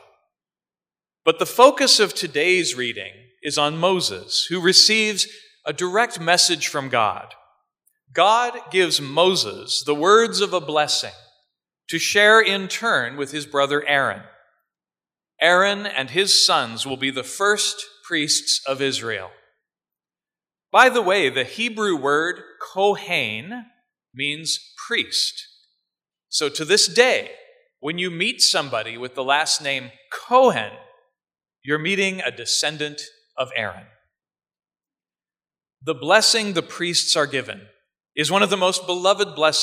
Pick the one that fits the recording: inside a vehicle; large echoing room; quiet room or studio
large echoing room